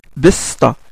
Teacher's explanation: C'est-à-dire le S, la fricative sifflante, sourde. Le S aminci.